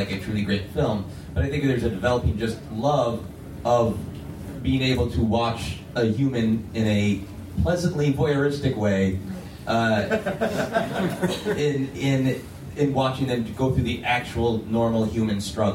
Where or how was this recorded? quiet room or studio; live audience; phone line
live audience